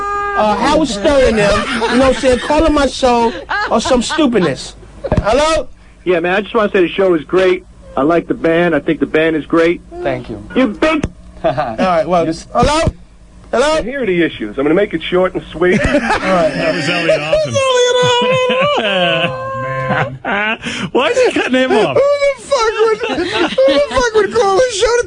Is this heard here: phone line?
yes